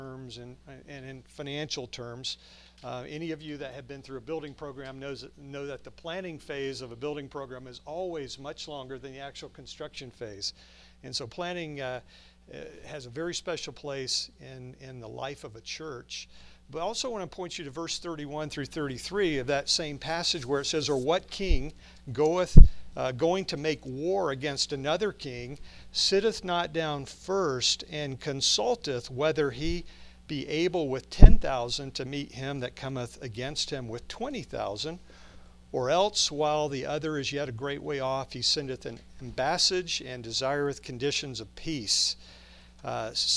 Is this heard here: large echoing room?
yes